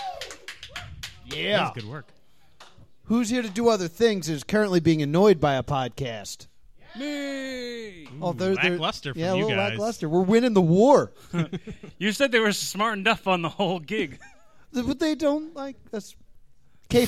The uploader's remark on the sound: We are live from Jester Playhouse at 545 Tilton rd in Northfield NJ